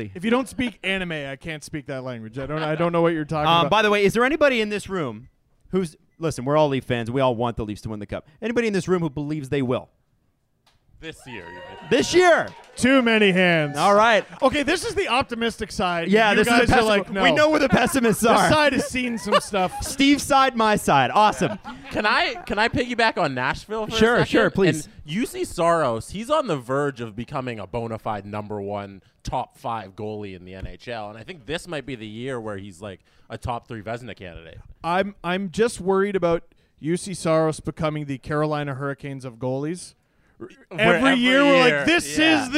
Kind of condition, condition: setting, busy venue